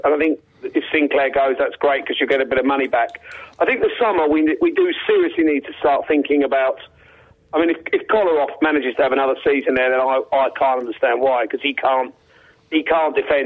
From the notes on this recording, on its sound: join by phone guest